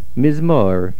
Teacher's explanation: The word mizmor, the main stress is on the second mem. We generally or practically never, put a stress on a word of two syllables where the first syllable ends with a shvonach.